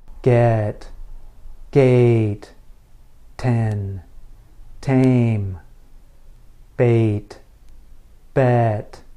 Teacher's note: Your lips should be slightly farther apart for the E sound, and your tongue should be slightly higher for the A sound. You can think of E as a relaxed vowel, and A as a little more tense.